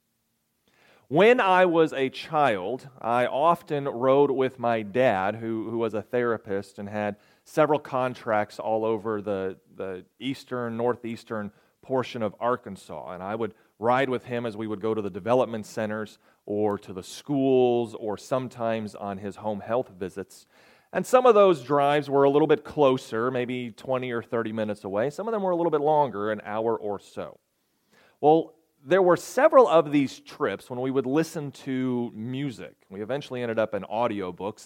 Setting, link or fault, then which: setting, large echoing room